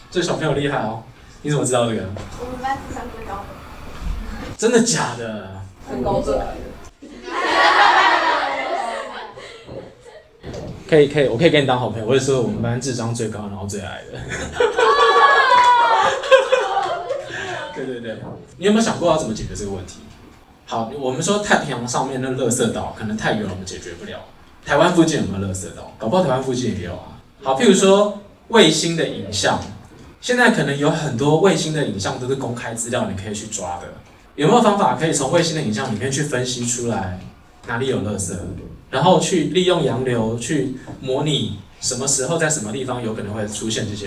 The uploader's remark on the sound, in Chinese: 北市國小職能探索課程現場錄音。